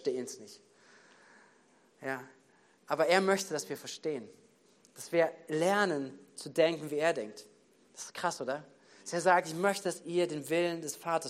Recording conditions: large echoing room